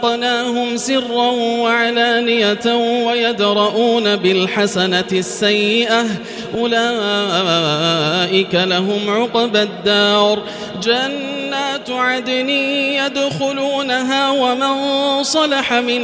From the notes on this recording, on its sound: Live Recitation from Masjid ul-Haram in Al-Makkah Al-Mukarramah